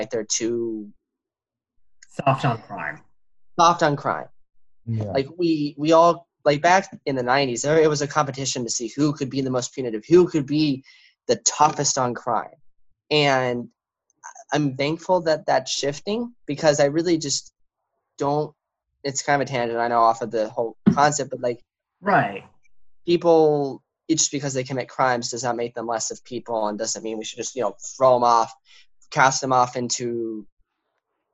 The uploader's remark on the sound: This is the first time we recorded a show via Zoom and we apologize for any quality issues with the audio, we are working them out.